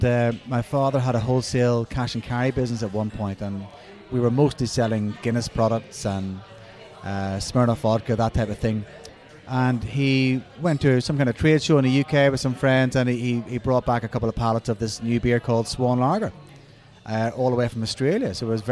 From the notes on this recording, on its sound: The episode was recorded at Beau Kitchen & Cellar